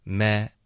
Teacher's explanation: may 是一个双元音，大家注意 a I 要带一点下颚的动作，通过视频可以看到我下颚会动起来，may 嘴巴张开了，再咬下去 mayI，OK，从这儿呢，我们就连读到 I。MayI？你们听到这个阿姨开头？MayI？啊，嘴巴张开了，OK，然后就导致了一点 y 的音。MayI？后面我们再滑到 e，所以你可以想成它是个四个短元音，要一口气连发出来。哇！MayI？你们有没有见过那首歌？就是那个 Old MacDonald had afarm，咿呀咿呀